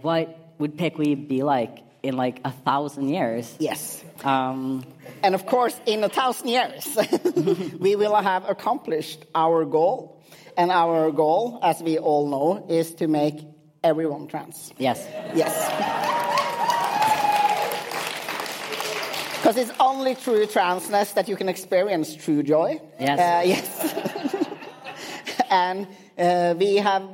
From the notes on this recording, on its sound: PKI/POGI 5 years anniversary party live podcast.